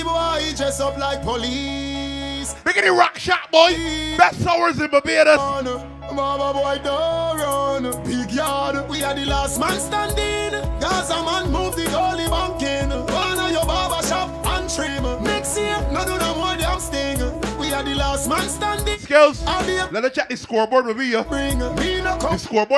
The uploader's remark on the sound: LIVE AUDIO FROM MAI TIDE BARBADOS SATURDAY NOVEMBER 18TH, 2023